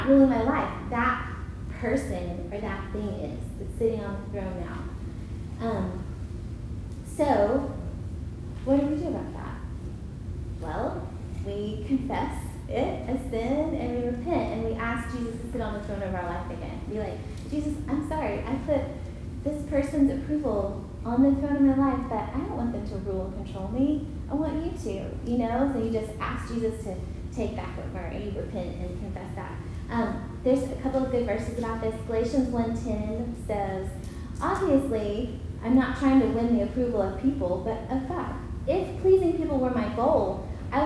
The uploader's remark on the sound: Recorded at Union Church.